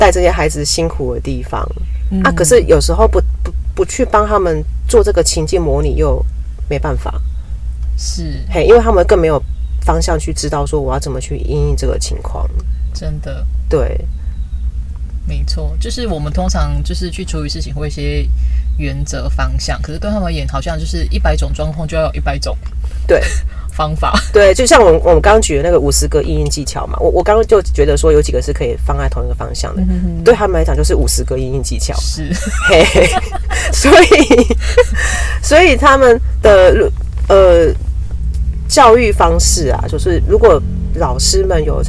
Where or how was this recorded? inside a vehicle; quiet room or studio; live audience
inside a vehicle